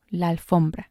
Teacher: Notice how la alfombra kind of becomes just one word.